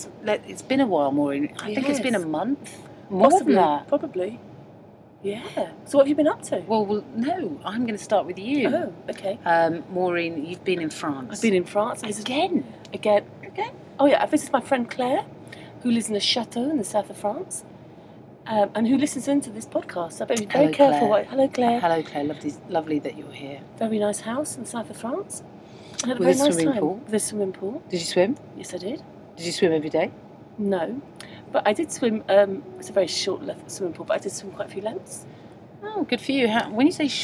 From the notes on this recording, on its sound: on a Virgin train from Birmingham to Euston